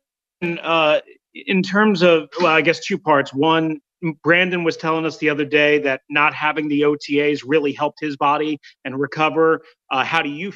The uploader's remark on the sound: Zoom Press Conference